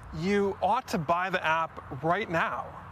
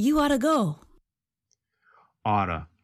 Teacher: remember that the pronunciation changes when we talk faster. Ought to changes to oughta. · Shown in: second take